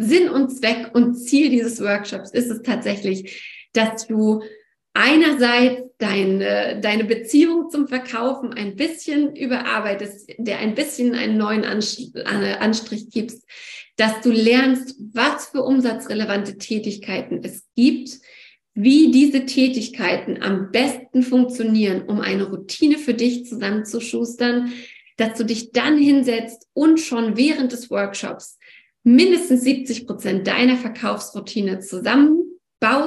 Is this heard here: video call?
yes